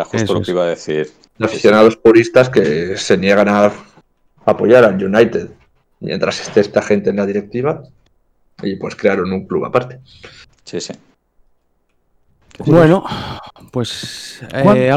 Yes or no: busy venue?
no